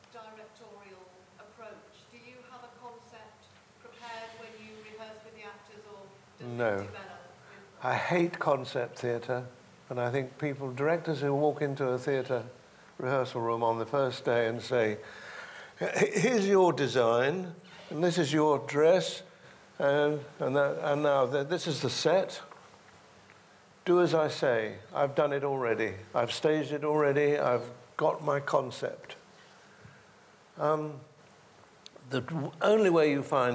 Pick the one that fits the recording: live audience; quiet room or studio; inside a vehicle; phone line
live audience